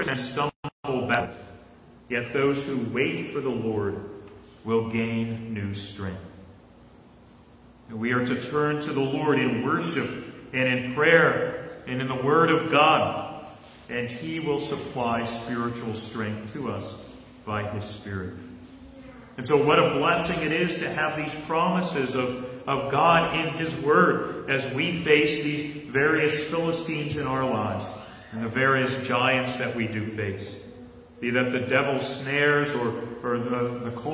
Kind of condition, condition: setting, large echoing room